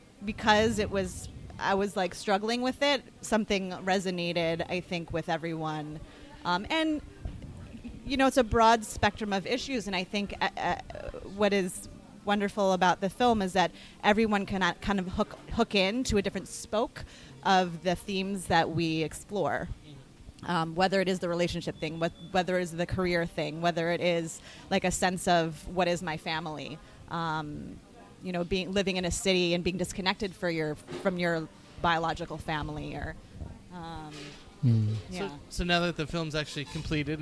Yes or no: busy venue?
yes